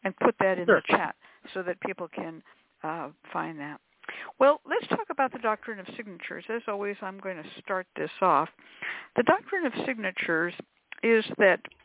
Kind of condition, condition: link, phone line